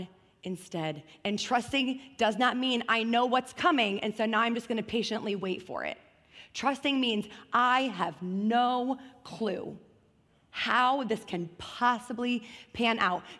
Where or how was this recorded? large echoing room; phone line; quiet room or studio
large echoing room